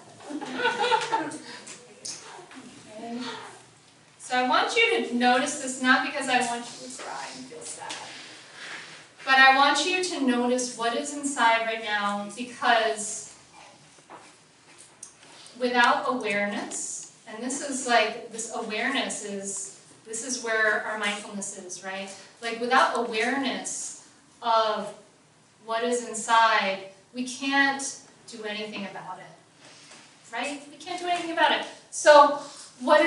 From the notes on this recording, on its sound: Taken from a live talk I did last October at the Mindful Mom Revolution event. Taken from a live talk I did last October at the Mindful Mom Revolution event.